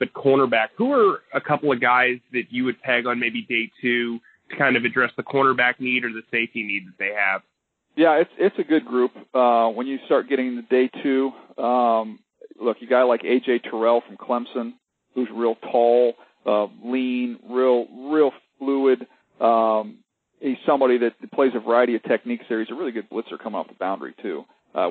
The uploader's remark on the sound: pre-combine conference call with the media!